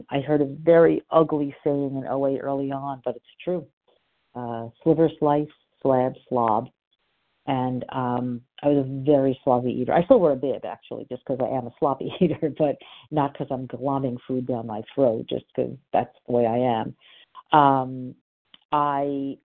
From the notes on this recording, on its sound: from the 100 Pounders Phone Meeting